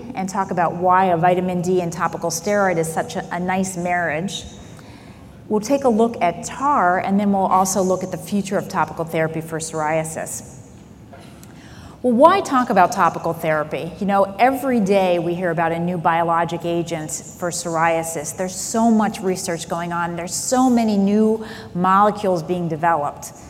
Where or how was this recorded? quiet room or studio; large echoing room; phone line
large echoing room